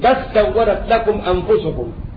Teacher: وأدغم لام بل في السين · Term: إدغام